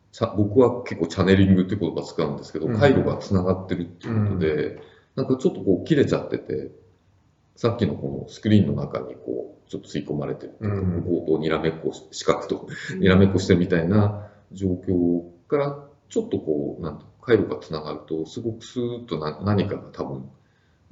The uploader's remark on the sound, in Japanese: 旧マイクで音声ややわるいです